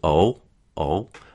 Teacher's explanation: this is like an O sound without any lip rounding · Term: final L